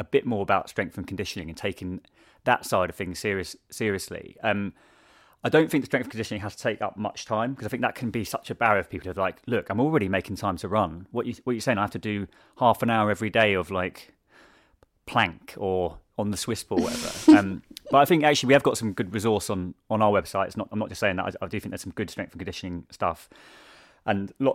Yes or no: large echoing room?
no